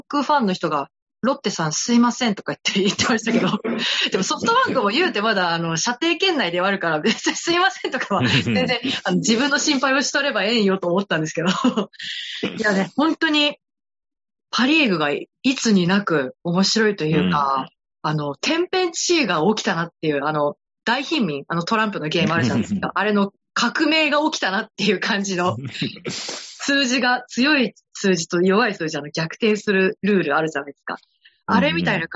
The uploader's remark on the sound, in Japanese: ZOOM収録なのでお聞き苦しい箇所もあるかもしれませんがご容赦を！回線悪かった～！